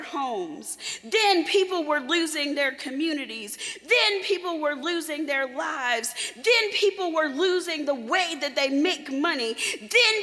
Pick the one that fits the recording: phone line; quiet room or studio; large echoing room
large echoing room